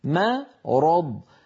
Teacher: الميم مرققة والراء والضاد مفخمتان، فلا يصح أن يقول القائل مرض فيفخم الميم تبعا للراء